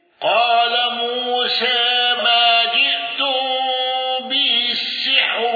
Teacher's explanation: الأزرق بالإشباع وتقليل موسى وترقيق الراء المضمومة، وهذا الوجه من الشاطبية.